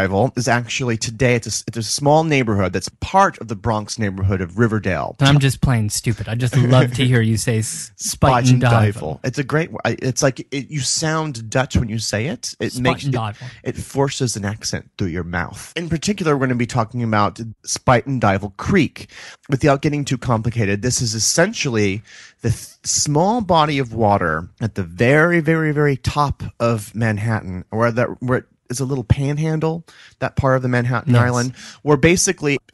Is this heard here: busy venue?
no